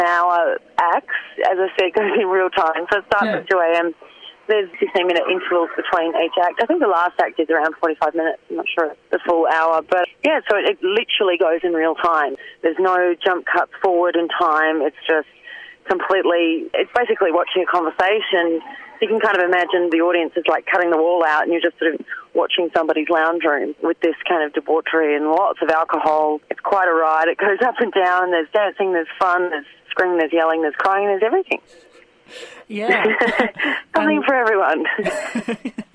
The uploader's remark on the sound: Phone interview audio quality is a bit scratchy.